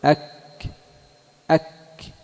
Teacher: تجتمع الشدة والهمس في الكاف والتاء، في الكاف والتاء، لأنك في الكاف والتاء تحبس الصوت فتحصل له شدة، ثم تجري النفس فيحصل له ماذا؟ همس. فتقول أك أك، كذلك أت أت أت.